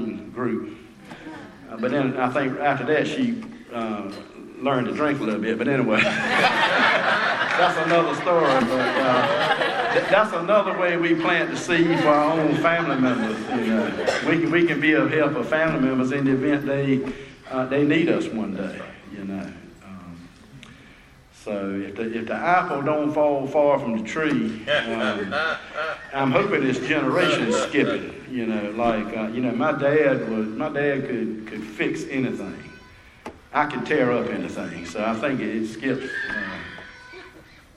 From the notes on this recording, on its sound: at the Spring Into Action Conference 2022 in Sanford NC